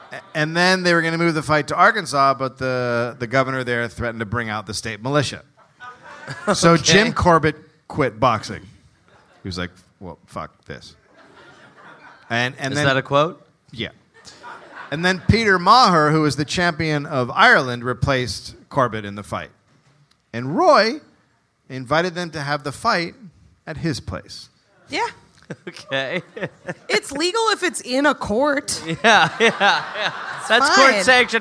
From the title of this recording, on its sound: Live in Austin